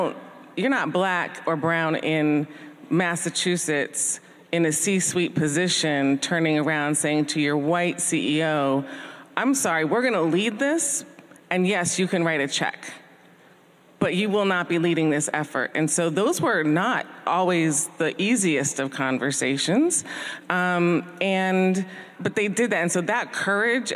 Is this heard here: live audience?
yes